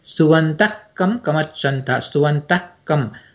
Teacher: ಅಂದರೆ ಆ ವಿಸರ್ಗವನ್ನು ಪೂರ್ತಿ ಹೇಳೋದಿಲ್ಲ ಯಾವಾಗ ಆ ಪಾದವನ್ನು ನೆಕ್ಸ್ಟ್ ಪಾದದ ಜೊತೆಯಲ್ಲಿ ಸೇರಿಸಿ ಓದಿದಾಗ